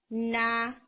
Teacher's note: tip of tongue गम से दूर जाती है · Term: तबाउद